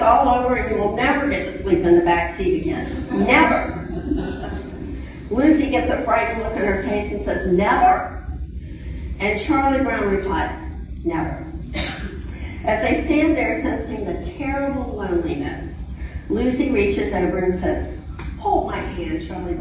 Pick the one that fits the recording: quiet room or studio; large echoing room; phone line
large echoing room